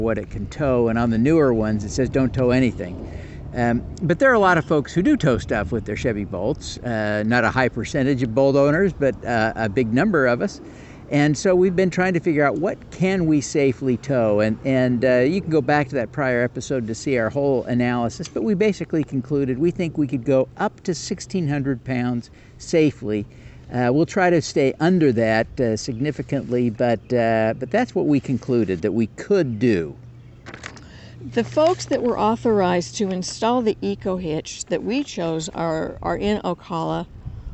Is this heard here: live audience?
no